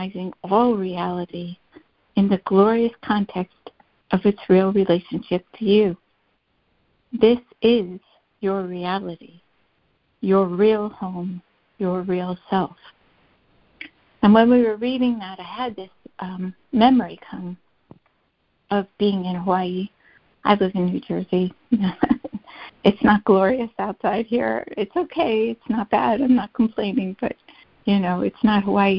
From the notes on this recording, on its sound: ACIM Daily Conference Call